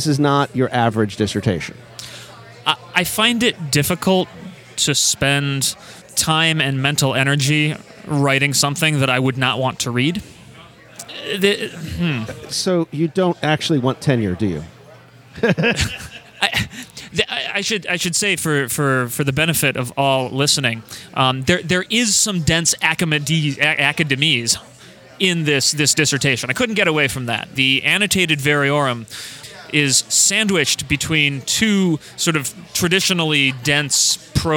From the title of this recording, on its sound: RECORDING FROM GONZOFEST